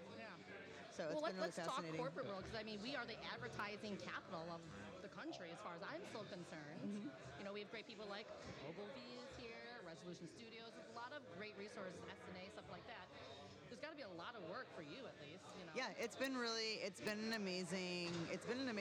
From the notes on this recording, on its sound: We're live at the Arrogant Frog Bar